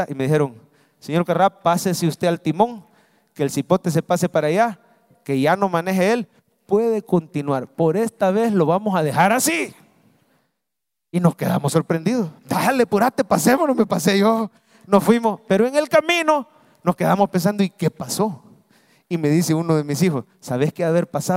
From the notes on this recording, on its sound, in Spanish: mensaje predicado en vivo desde el Centro Familiar de Adoración, Domingo 9 de Abril 2023